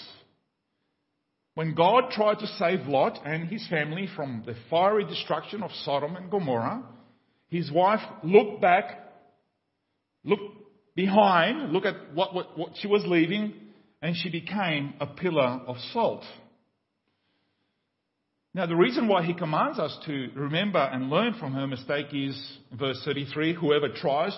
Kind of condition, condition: setting, large echoing room